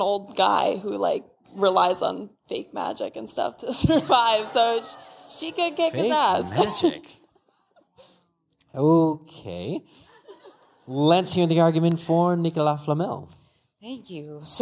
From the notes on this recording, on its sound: Live From LeakyCon 2019. We're live from LeakyCon in Boston.